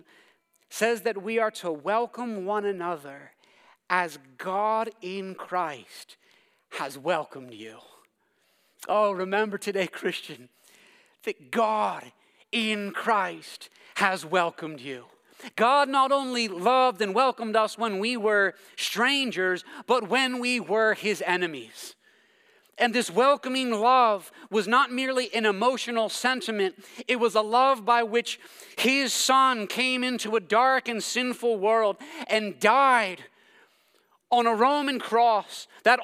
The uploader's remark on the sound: preached this sermon at Covenant Fellowship Church